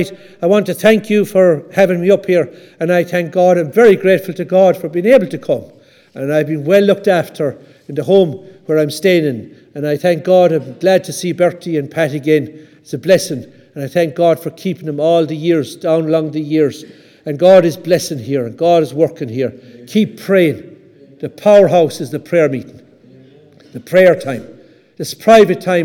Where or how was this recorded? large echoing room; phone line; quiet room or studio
large echoing room